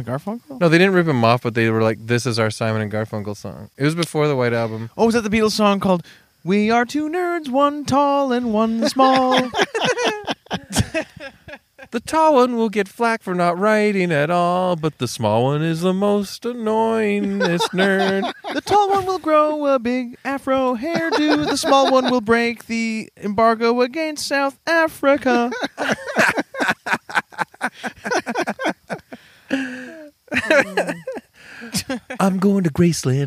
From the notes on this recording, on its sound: recorded late at night around a blazing campfire in the woods